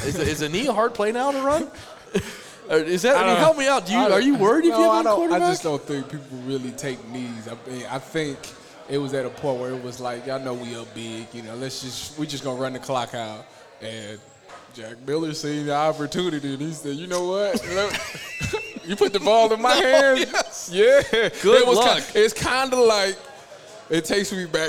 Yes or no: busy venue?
yes